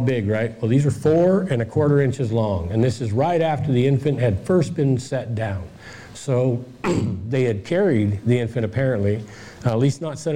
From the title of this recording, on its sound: presentation Michigan Bigfoot Conference